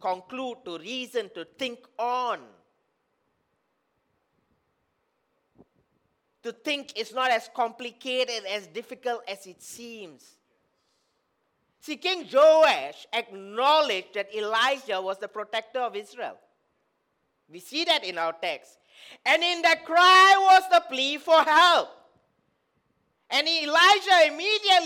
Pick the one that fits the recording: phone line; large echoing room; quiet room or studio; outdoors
large echoing room